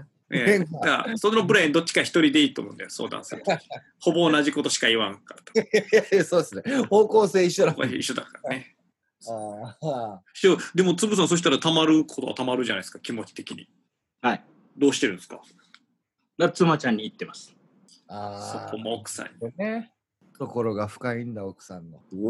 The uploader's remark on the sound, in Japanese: 今回もZOOMを使ってのリモートで風を吹かせました。そしてZOOMならではのハプニング。